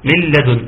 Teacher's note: الميم ميم نون ساكنه اتى بعدها حرف اللام، فيكون حكمها الادغام وتقرا من لدن، ادغام ويكون بغير غنه